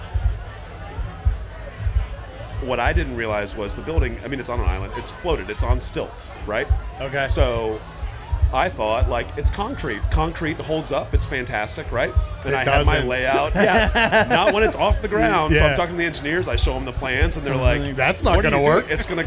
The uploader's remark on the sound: Live From Snallygaster 2. In this second episode recorded live on the DCBeer podcast stage at Snallygaster.